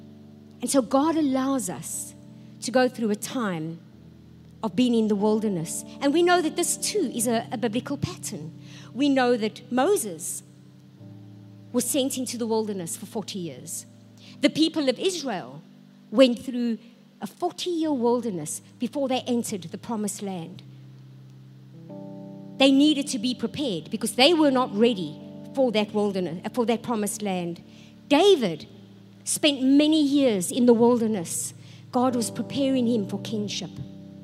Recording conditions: large echoing room